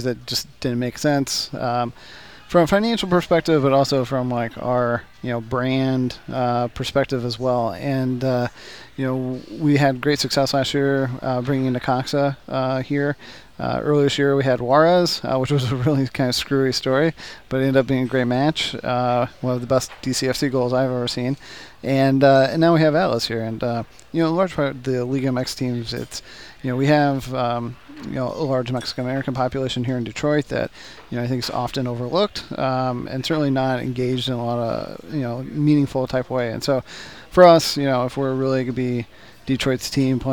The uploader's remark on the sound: live from Motor City Casino Hotel